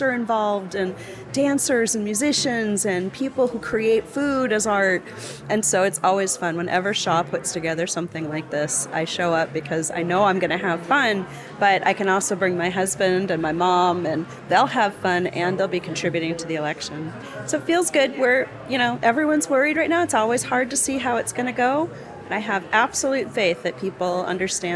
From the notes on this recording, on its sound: Today we are taking you into the field to get the sounds and vibe of Saturday’s Vote Forward’s Big Send Letter writing party in Los Angeles. We get some inspiration from volunteers writing letters to voters.